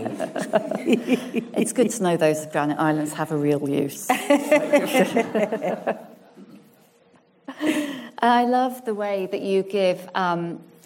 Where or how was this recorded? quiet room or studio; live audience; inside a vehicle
live audience